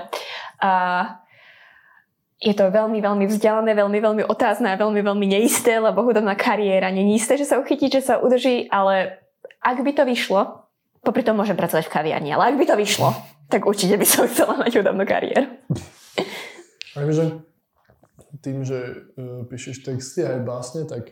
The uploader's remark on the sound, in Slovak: Ospravedlňujeme sa za horší zvuk